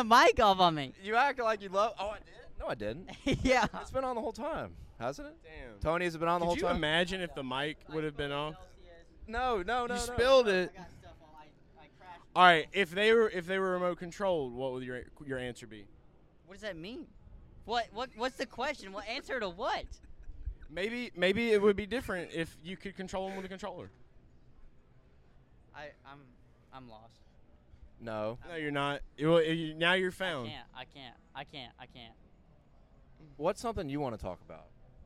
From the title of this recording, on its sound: LIVE In Daytona